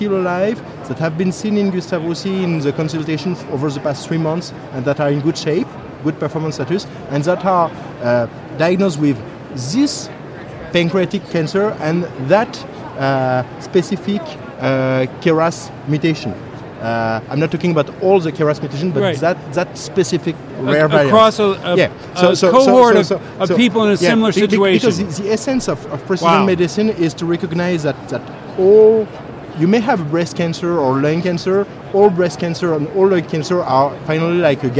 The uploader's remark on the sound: LIVE From #HiMSS17